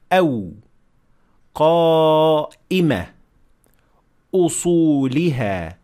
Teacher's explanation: All of these instances contain a hamza, which is a stopping of airflow.